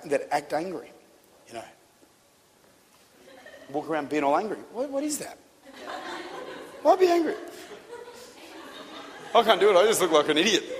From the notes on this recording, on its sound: Recorded at Lifepoint Church, Adelaide, Australia - City Campus.